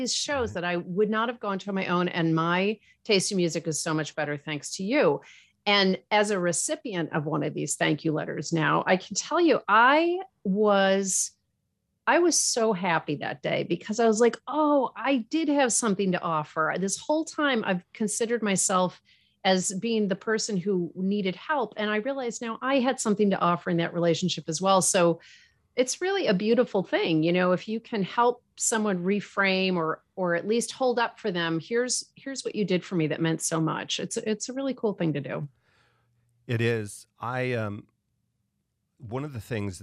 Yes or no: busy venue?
no